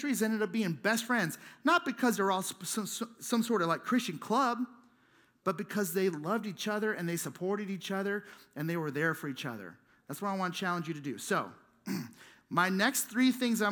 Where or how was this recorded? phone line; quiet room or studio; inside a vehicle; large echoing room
large echoing room